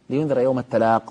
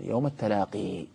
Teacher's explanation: الجمهور يقف عليها بحذف الياء · Shown in: first take